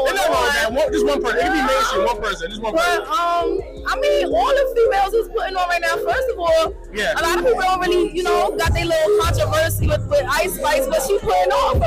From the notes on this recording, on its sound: live at the Military Grind Ten Tape Concert